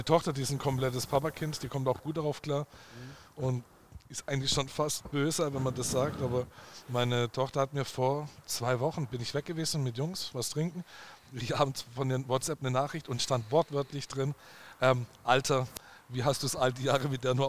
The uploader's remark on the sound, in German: Gemütlich im Ferdinands. Obwohl schon nach Feierabend gabs noch ein paar leckere Desserts für uns, bevor wir mal wieder mit neuer Technik unsere Aufnahme gestartet haben!